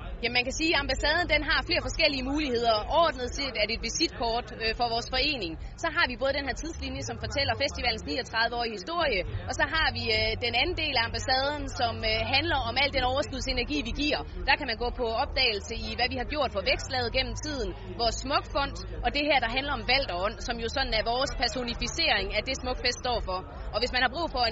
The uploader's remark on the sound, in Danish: Live fra Smukfests Ambassade på åbningsdagen.